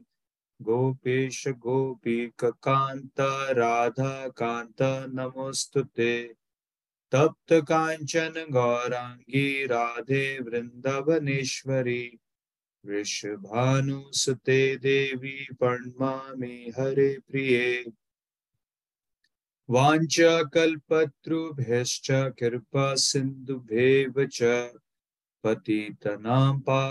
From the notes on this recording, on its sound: Zoom Recorded Class